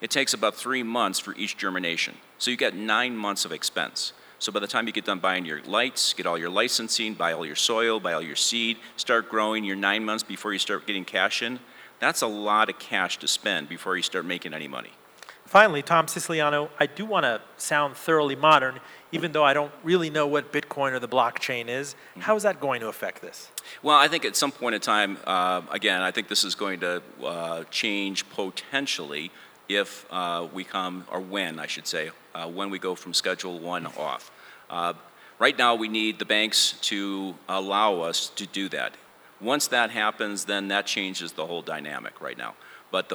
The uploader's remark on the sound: Live from the International Church of Cannabis